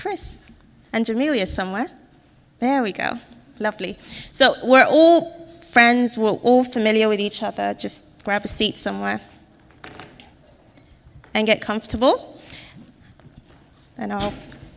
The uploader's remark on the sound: This podcast presents a panel discussion from the 2019 Mobile in Clinical Trials conference.